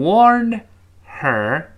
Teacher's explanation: 由上一个单词末尾的辅音跟 H 后面的元音拼在一块儿